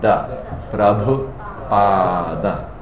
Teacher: Pa is long. And da is on the teeth.